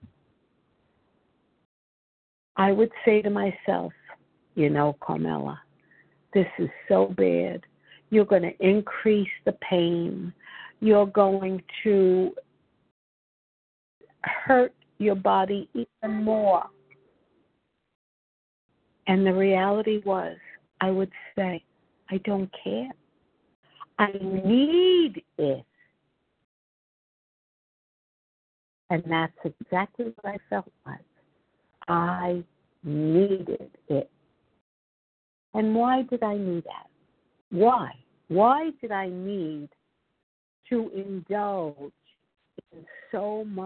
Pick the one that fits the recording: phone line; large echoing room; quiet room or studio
phone line